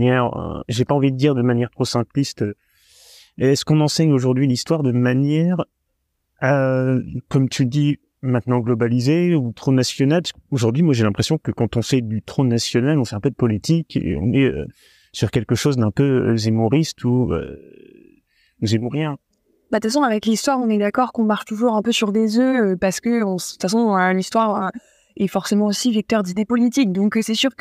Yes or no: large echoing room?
no